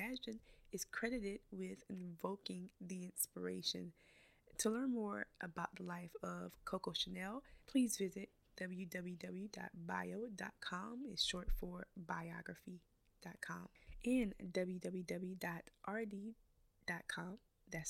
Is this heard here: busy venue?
no